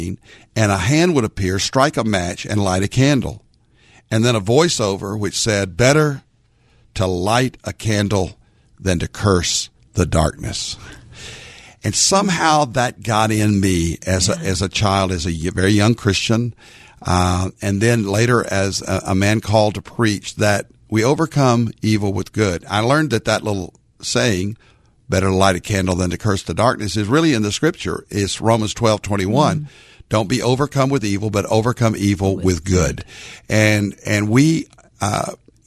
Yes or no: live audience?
no